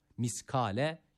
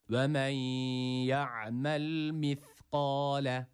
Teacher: Birinci harfimiz burada peltek olan T'dir. Keskin olan sin değildir. · Shown in: second take · İkincisi de kaf burada kef olarak okunuyor.